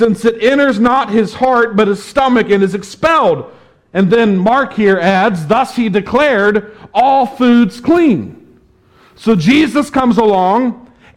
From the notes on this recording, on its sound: was preached at the Tarrant Bible Methodist Church